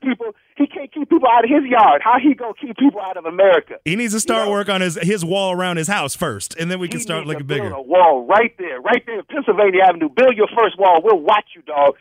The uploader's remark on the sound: called into Comedy 1031